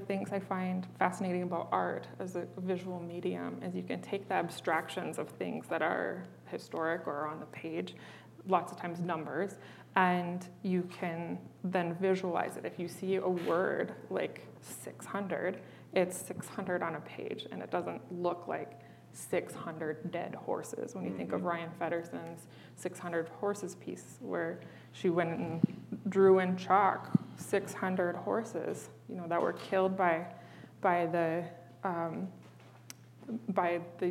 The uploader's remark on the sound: This very special episode of Broken Boxes Podcast marked our first ever conversation in front of a live studio audience. As part of the University of Michigan Museum of Art’s Memory & Monuments program. We would like to especially thank the students of the Native American Student Association at the University of Michigan, who welcomed Broken Boxes and the artists and helped make this live audience recording a wonderful experience.